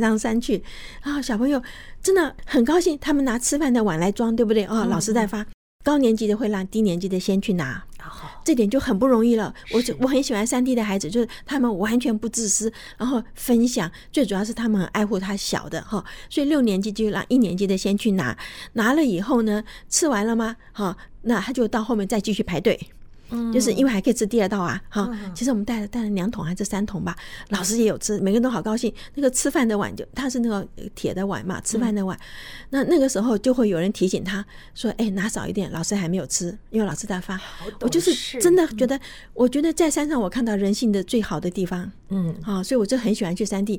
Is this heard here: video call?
no